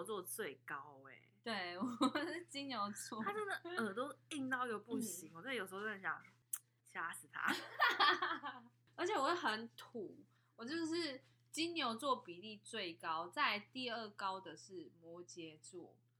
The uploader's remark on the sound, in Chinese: 本集音質較差，請見諒